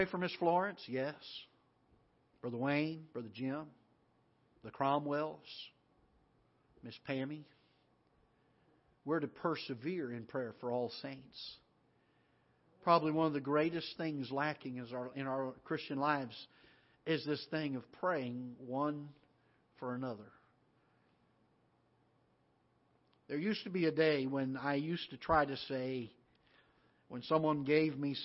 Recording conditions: large echoing room